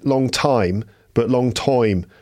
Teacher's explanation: So that oi sound instead of an I sound.